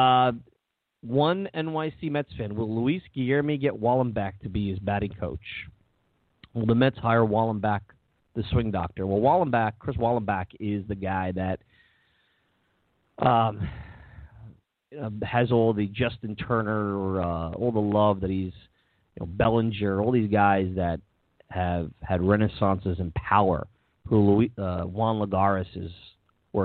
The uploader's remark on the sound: Pitchers & Catchers Call-In Show.